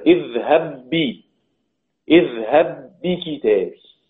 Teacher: إدغام الباء في الباء بحيث تصير حرفا واحدا، الباء الساكنة تدخل في الباء المتحركة فتصير باء مشددة